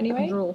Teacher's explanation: when I said anyway, then it was kind of a bit croaky